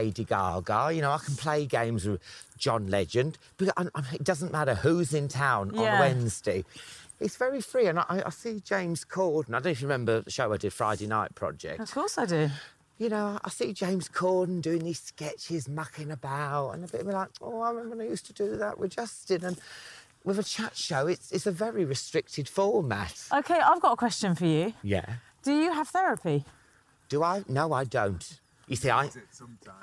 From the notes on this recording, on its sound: while walking their dogs